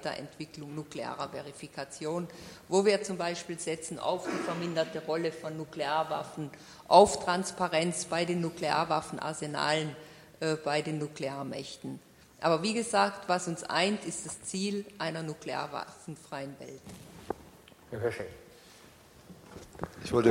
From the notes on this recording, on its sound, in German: Podiumsdiskussion. Im Senatssaal der Humboldt-Universität zu Berlin.